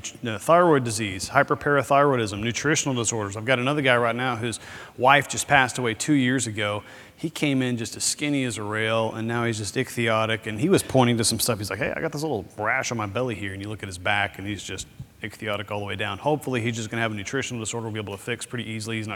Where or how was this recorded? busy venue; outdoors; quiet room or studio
busy venue